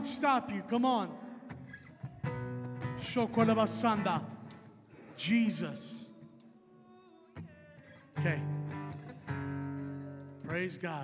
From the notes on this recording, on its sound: Recorded Live at Emerging Streams Apostolic Hub in Stryker, Ohio